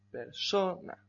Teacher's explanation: Persona tiene 3 sílabas, ¿vale? En donde la sílaba tónica es so.